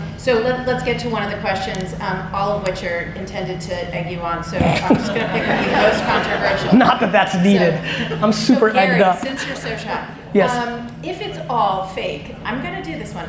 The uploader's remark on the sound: A Q&amp;A/Keynote style conversation I had in Cannes at the Young Lions Creative Academy. Young Lions Creative Academy Keynote. A Q&A/Keynote style conversation I had in Cannes at the Young Lions Creative Academy.